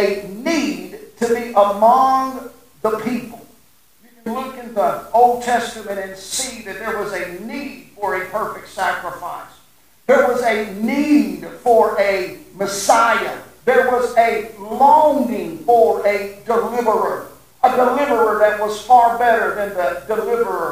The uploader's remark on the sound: Sorry for the Audio Issues